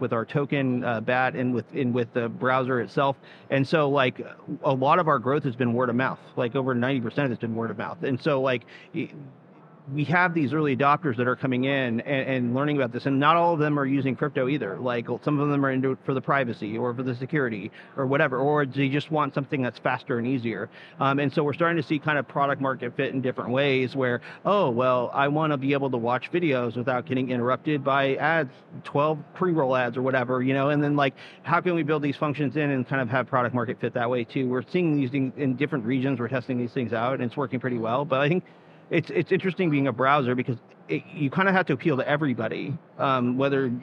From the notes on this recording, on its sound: Live from Consensus 2023